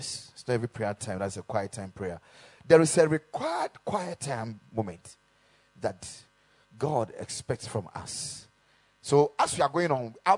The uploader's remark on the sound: Preached at the Kingdom Sight Service